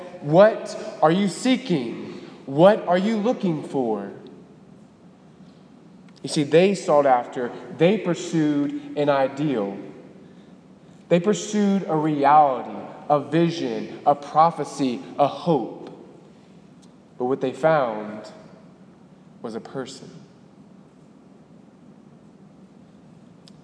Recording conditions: large echoing room